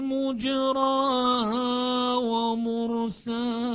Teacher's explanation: كلاهما بضم الميم وكلاهما بالفتح من غير إمالة، فإذا يخالف حفص في حالتين ضم الميم وعدم الإمالة، شعبة يختلف عن حفص في هذا الموضع.